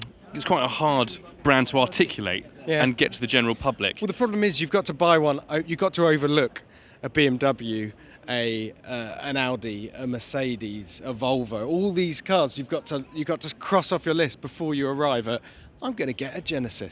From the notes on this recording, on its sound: Live From The LA Motor Show! For a stroll around the 2022 Los Angeles Motor Show.